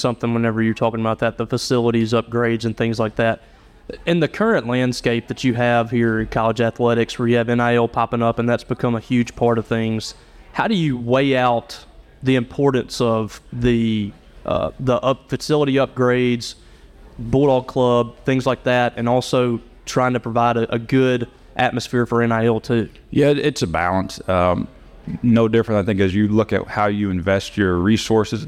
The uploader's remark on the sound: live on the T&L Catfish Tour from the Little Dooey